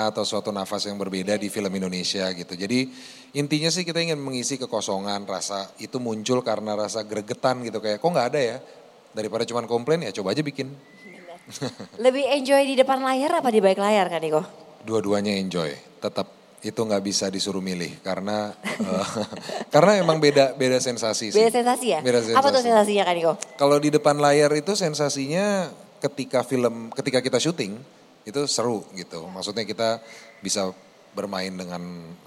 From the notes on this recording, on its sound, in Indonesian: Special Live On Stage di Kota Solo. Kita hadir di Puro Mangkunegaran, Surakarta.